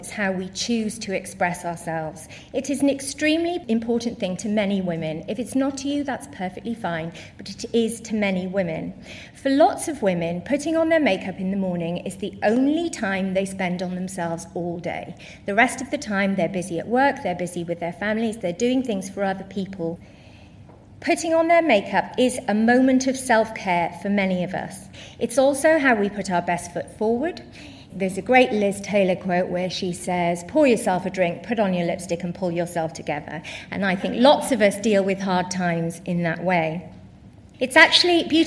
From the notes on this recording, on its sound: Recorded at 5x15 in Bristol in June 2017. There are only two rules - no scripts and only 15 minutes each.